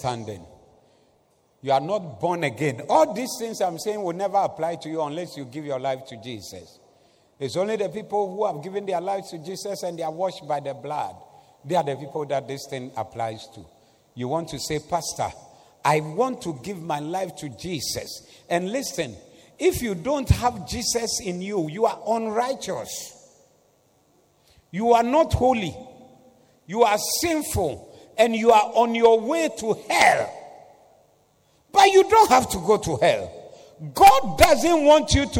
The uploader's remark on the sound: Preached at the Doxa Service